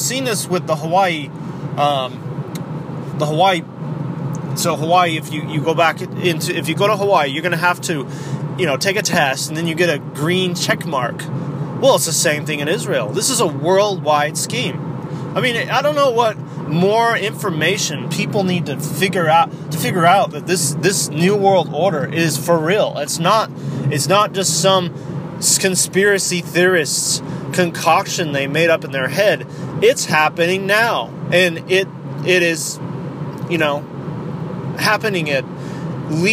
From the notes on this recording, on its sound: CHANT IT DOWN RADIO GOES MOBILE IN THIS EPISODE. IS IN THE CAR ON A LOS ANGELES FREEWAY.